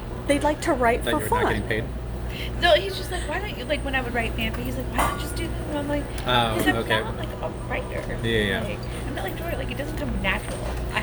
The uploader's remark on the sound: It was recorded in a cafe and so it is a little noisy